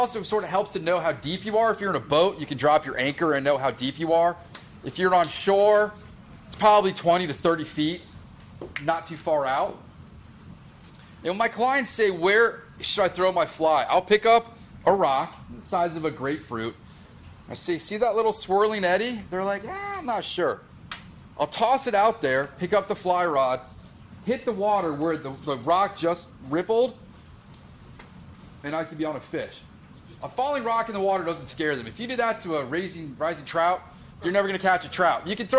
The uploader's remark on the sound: Gave a presentation at the Orvis store in Tysons, Virginia. This is the audio from the presentation.